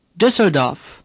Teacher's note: The E is hardly pronounced.